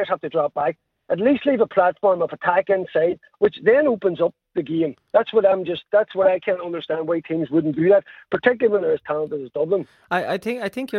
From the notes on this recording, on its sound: joins on the line